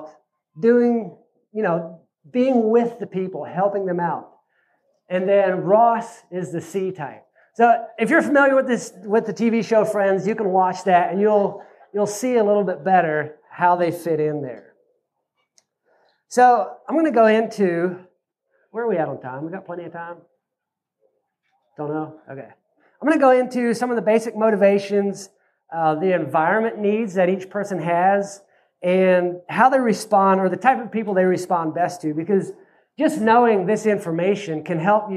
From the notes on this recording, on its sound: This is a replay of my Oct 2nd presentation at Self Reliance Festival in Camden, TN. This is a replay of my Oct 2nd presentation at Self Reliance Festival in Camden, TN.